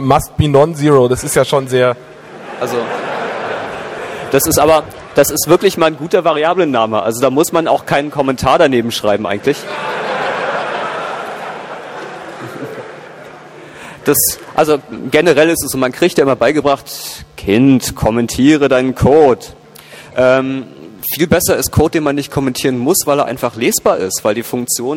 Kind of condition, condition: setting, live audience